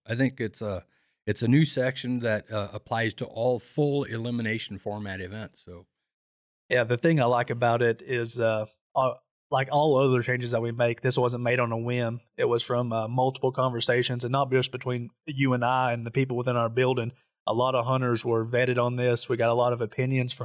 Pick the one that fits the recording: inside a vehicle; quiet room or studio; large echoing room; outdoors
quiet room or studio